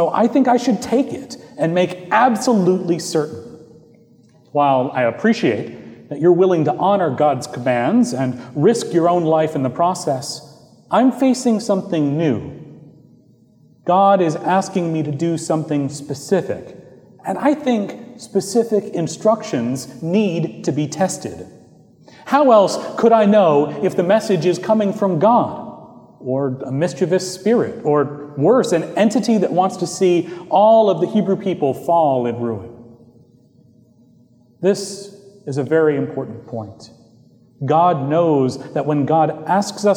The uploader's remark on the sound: Recorded live on August 5, 2018 at Trinity Presbyterian Church in Bixby, Okla.